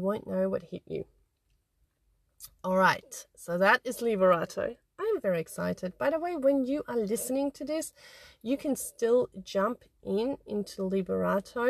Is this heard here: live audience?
no